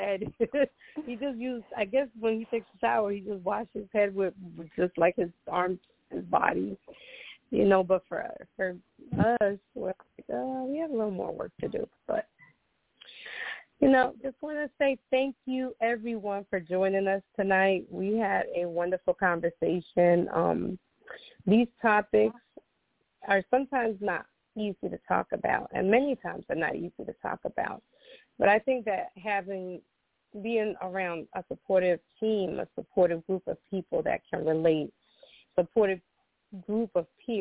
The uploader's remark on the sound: Those who call in will form a panel